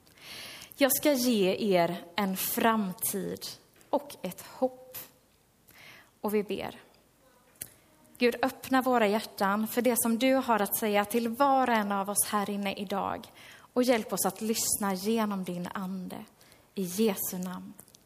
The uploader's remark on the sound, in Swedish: Inspelad under gudstjänst i Löfstadkyrkan i Tranås